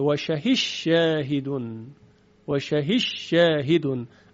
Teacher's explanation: ادغام دال در شین در سوره مبارکه یوسف و شهید شاهد من اهلها. دال در شین ادغام میشه